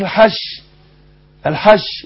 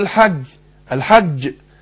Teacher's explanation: بس اللي بيفرق الجيم عن الشين ايه، اللي بيفرق الجيم عن الشين ان الحرف الجيم حرف مجهور وشديد، في حبس للنفس وحبس للصوت · Shown in: second take · بخلاف الشين حرف تفشي، والتفشي اللي هو انتشار الهواء بين ظهر اللسان وبين غار الحلك اللي هو الاعلى غار الحلك، ففي فرق.